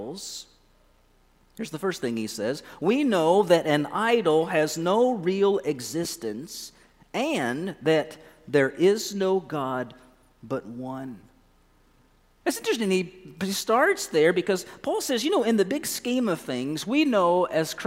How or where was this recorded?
large echoing room